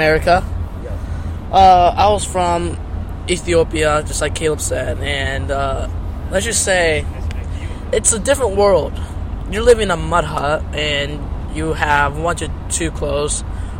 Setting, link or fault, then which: setting, inside a vehicle